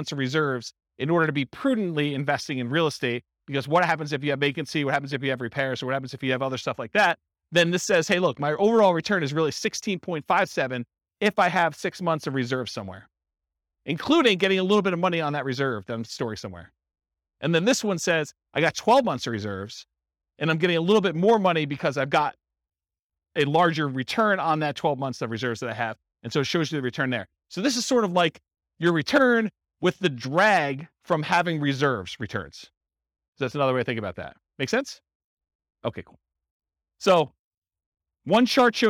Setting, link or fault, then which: setting, live audience